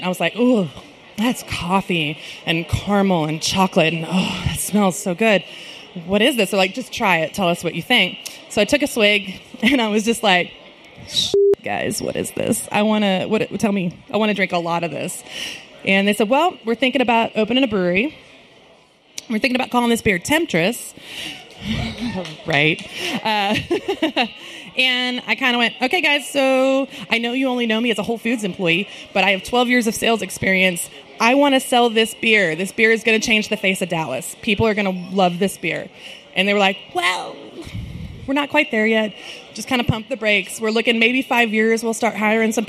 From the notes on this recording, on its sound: We're at BrainDead Brewing for the Women of Craft Beer 2017 panel as part of North Texas Beer Week.